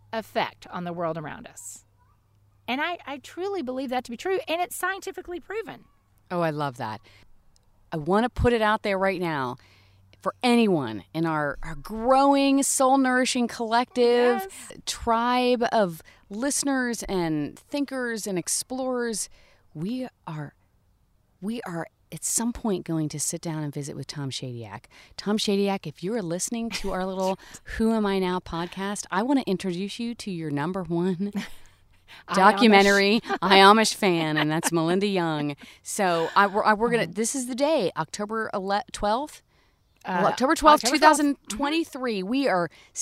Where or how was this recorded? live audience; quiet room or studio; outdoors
outdoors